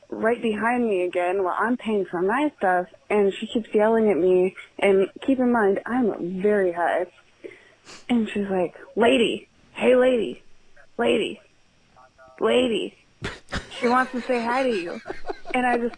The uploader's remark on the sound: Phone calls.